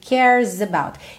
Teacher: O E do cares não é pronunciado, então você vai da língua enrolada do R, cares, pro S direto, ok? Cares about.